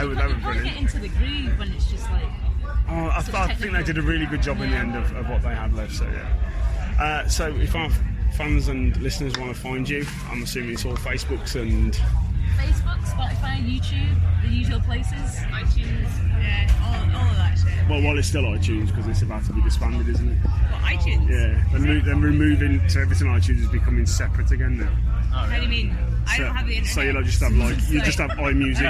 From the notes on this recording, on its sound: Festival special from Arctangent. Featuring chats with a few of the bands.